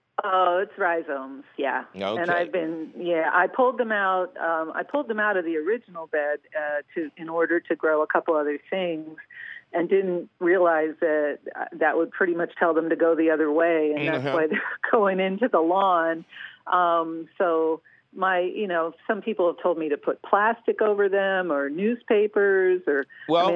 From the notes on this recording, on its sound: your Fabulous phone calls!